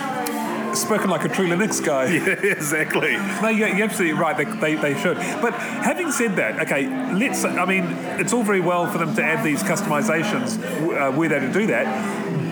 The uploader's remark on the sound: Live from the Southern Cross Bar.